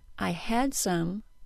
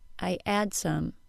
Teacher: Native French speakers tend to drop the H sound off of words, replacing it with a glottal stop. · Shown in: second take · For instance, the sentence, I had some, will become, I add some.